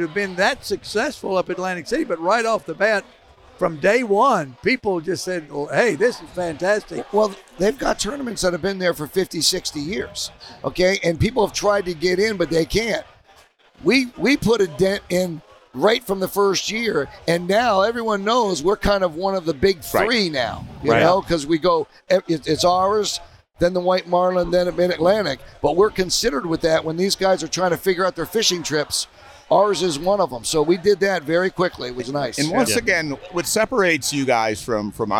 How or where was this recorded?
busy venue